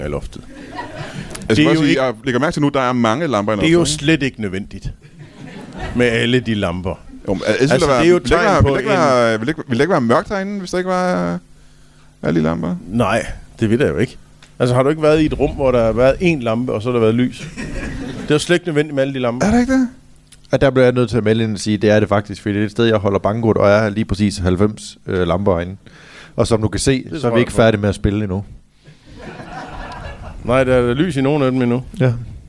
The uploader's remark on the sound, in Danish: LIVE fra Tobbers i Kolding